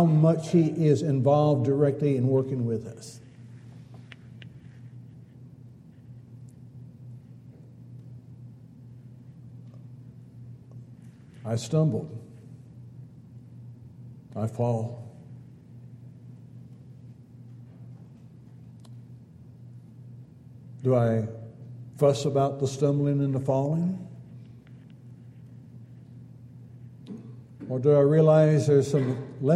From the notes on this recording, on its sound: Downtown Church Of Christ Audio Sermon